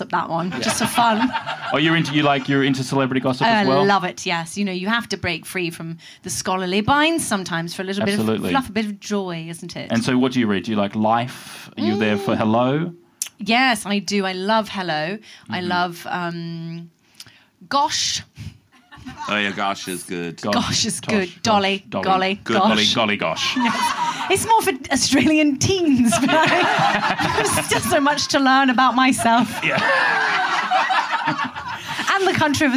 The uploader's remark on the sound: Live at Comedy Republic for MICF 2023!